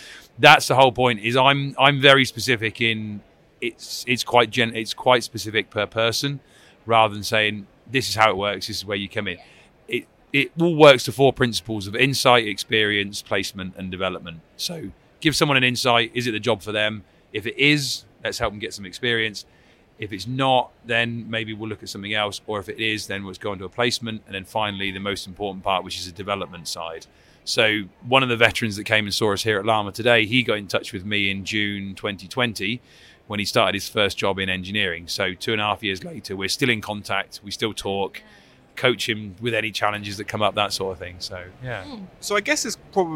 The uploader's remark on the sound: Recorded at LAMMA 2023